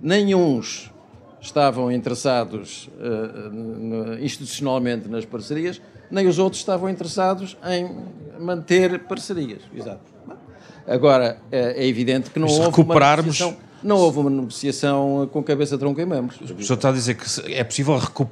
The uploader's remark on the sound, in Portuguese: Ouça o debate, que foi gravado ao vivo no lançamento do ensaio. Na Feira do Livro de Lisboa.